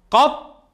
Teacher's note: اسم الحرف طاء شدة فتحة، طاء شدة فتحة، قط استعنا بالقاف المفتوحة قبلها حتى تمكننا من النطق بالطاء المشددة